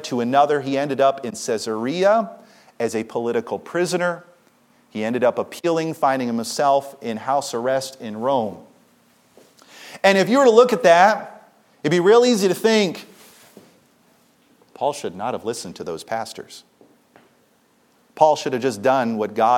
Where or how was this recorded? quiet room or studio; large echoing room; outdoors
large echoing room